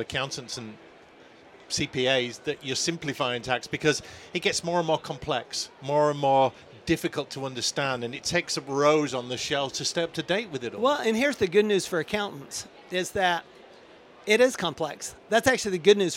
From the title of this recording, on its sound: Event Special - Accountex 2023 - Live Interviews